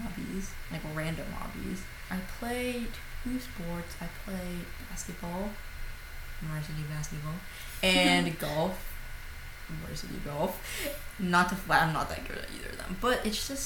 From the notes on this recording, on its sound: We promise the audio quality will be better next episode. Computer fan going off in the back.